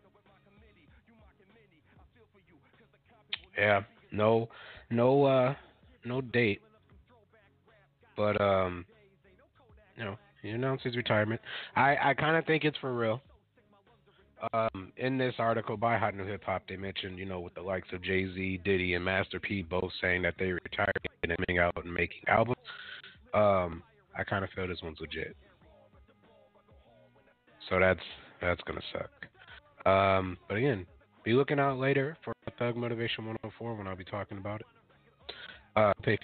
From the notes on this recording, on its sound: Coming at you live from Saint Paul, Minnesota. Calls in at the 11:15 mark for a live phone in interview.